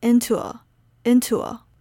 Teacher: the words into and a should sound connected, so it's like intua